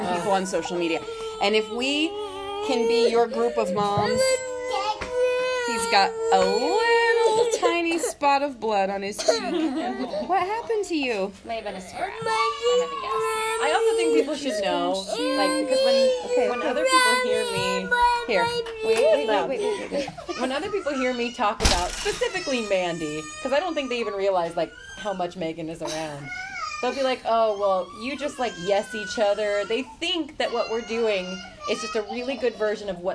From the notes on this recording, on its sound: Today we hung out while our kids ran amuck in the backyard. In between crying babies and phone calls.